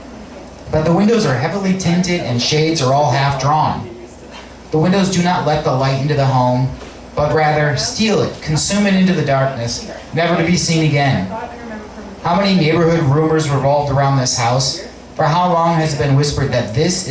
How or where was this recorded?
live audience